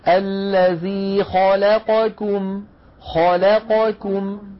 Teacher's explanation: مثلا الذي خا لا قا كم، خا الخاء مفخمة، لا اللام مرققة، قا القاف مفخمة، كم الكاف مرققة · Term: نفخم المفخم ونرقق المرقق